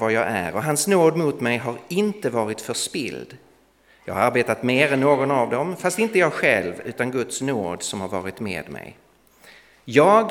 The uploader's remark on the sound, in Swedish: Inspelad i Värne Alliansförsamling i Stockholm 2017-01-15.